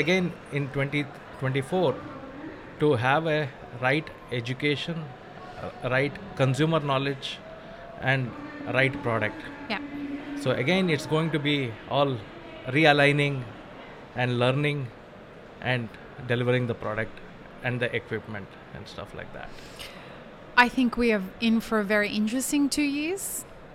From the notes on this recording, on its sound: Live at WOC Dubai. Map It Forward and DXB Live is proud to present a selection of podcast episodes that were live-streamed from the show floor at World of Coffee Dubai 2024.